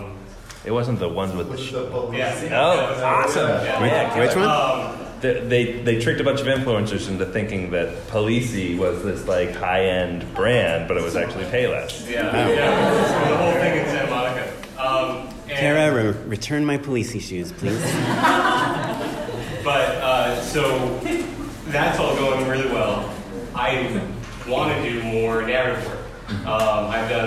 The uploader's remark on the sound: Bonus Audience Q &. Here's the Q&A from our live show 2018 winter live show.